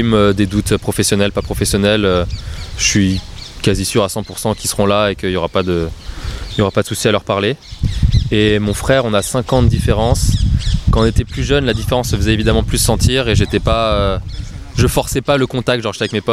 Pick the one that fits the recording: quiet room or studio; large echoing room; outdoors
outdoors